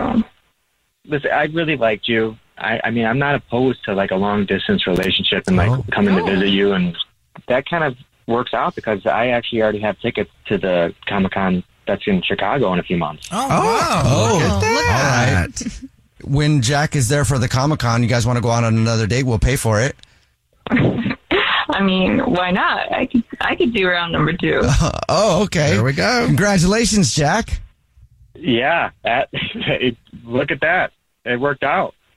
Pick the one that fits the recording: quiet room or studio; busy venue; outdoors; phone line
phone line